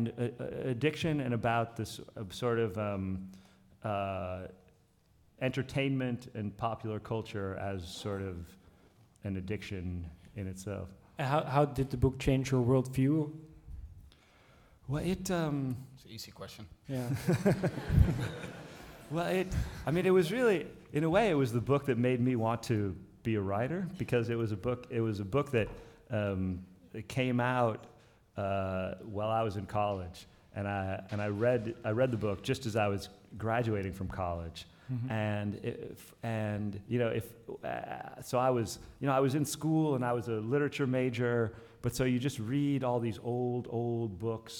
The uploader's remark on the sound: Literaturfest Live IV.